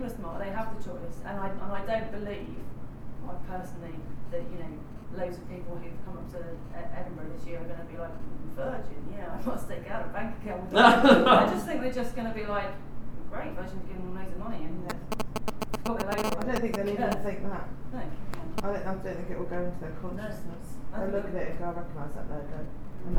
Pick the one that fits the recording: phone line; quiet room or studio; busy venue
busy venue